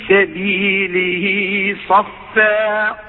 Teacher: فخمت الصاد ورققت الفاء